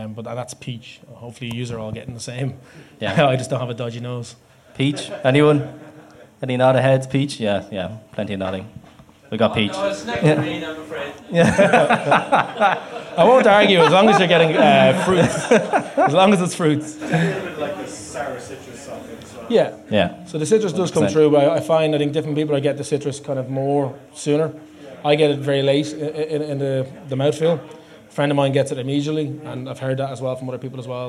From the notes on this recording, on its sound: Live at The Circular. We hosted this live event in The Circular in Dublin 8. This is Part 1 of the recording of the event.